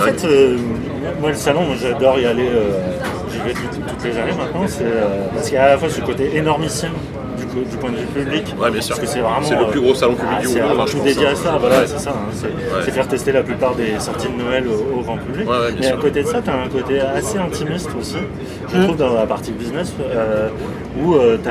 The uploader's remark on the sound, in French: Pré-Gamescom 2018 (enregistré dans le train).